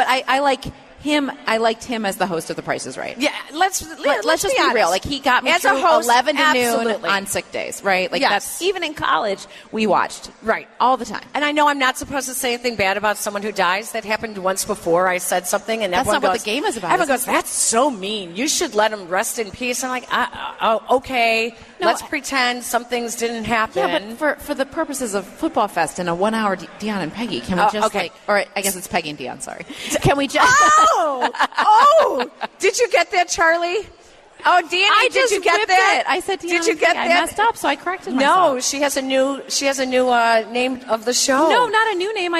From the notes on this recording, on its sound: live at Football Fest at Hard Rock Casino Northern Indiana